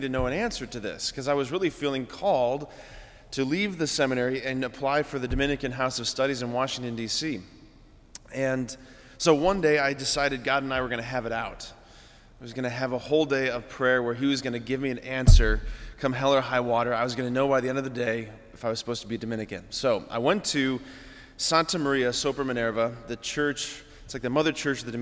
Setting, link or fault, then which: setting, large echoing room